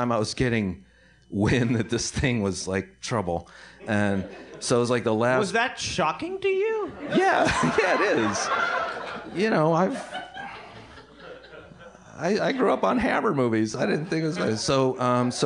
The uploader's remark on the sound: LIVE From Cinefamily!